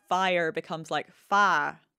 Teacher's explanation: sometimes in the English accent, fire becomes like fa